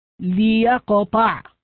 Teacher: فإذا قيل لك كيف تبدأ بكلمة ليقطع، فتقرأها بالكسر عند الابتداء، تقول ليقطع، في الوصل تقول ثم ليقطع بإسكان اللام، وإذا ابتدأت بها تقول ليقطع بكسر اللام. لا يوجد كسرة، ولكن عند الابتداء بها لا بد من كسرها.